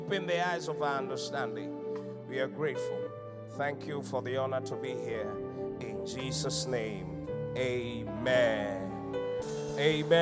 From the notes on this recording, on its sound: Preached at the Qodesh.